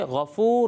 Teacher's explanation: غین کو پر پڑھنا ہے، باریک نہیں پڑھنا